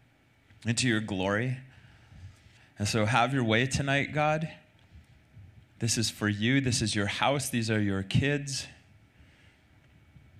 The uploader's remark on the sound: Recorded Sunday night service at Reunion Hawaii